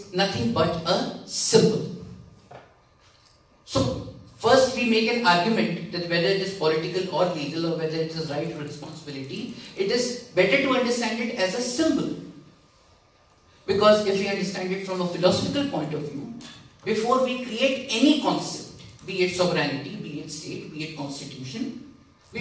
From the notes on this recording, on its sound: Keynote Speech at Internationalism Awadh Forum 2019 at Uttar Pradesh Urdu Akademi, Lucknow